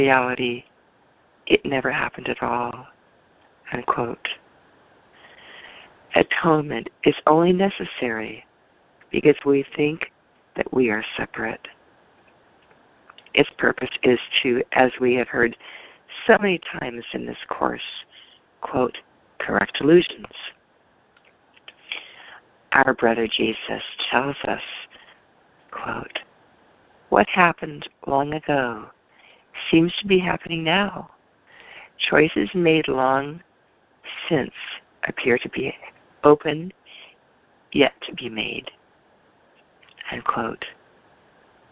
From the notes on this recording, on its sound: ACIM Daily TEXT Conference Call